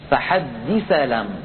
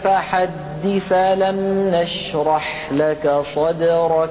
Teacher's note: نقلنا فتحة الهمزة من ألم إلى الساكنة من فحدث فصارت فحدث، وأسقطنا الهمزة من اللفظ فصارت هكذا فحدث لم. · Term: نقل حركة همزة